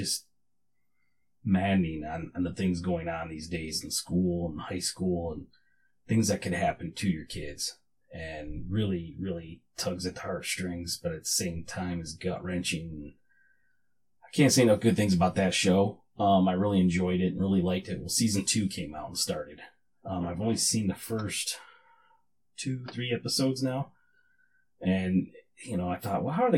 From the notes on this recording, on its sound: Still having MIC issues. Neewer NW-700 Condenser Microphone and NW-35 Adjustable Arm. Neewer 1 - Channel 48V Phantom Power Supply. Sabrent USB External Stereo Sound Adapter.